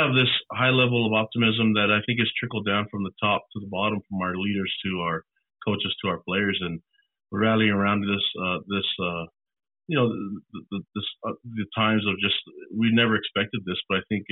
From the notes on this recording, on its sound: talked to the media via a teleconference